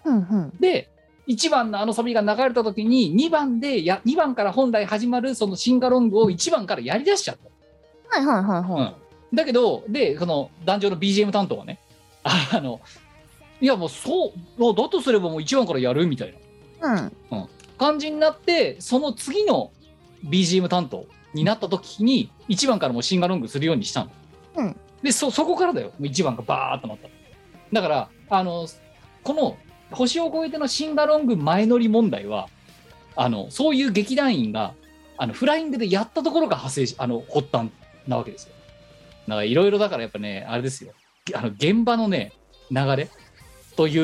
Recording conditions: video call